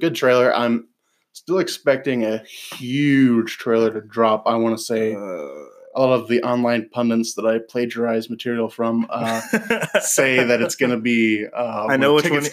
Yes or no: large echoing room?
no